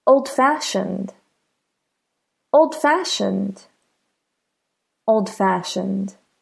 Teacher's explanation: For adjectives, the stress is on the second part.